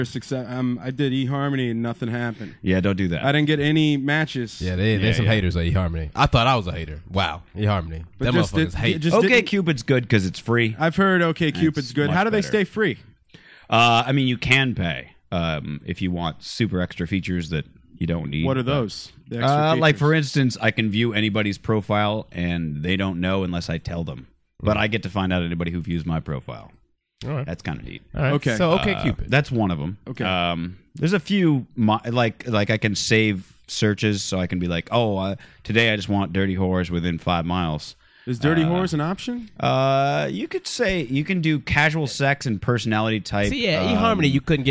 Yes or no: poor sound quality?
no